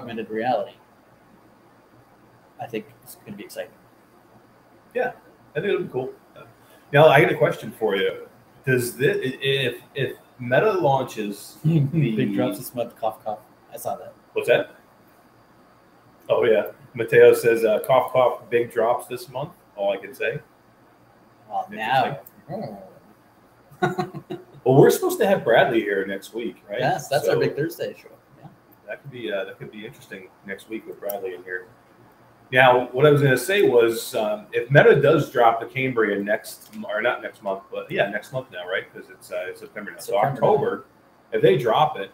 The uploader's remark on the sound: Live from Pax West in Seattle